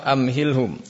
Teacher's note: Adapun yang izhar syafawi berikutnya yaitu ketika ada mim berjumpa dengan selain mim dan ba. Mim sukun berjumpa dan selain mim dan ba dibaca dengan izhar.